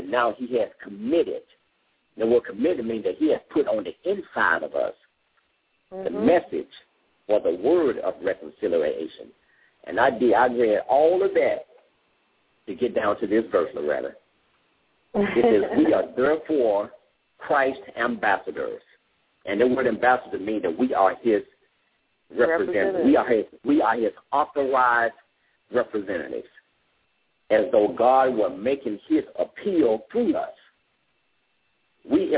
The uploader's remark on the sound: LML uses a progressive live call in format.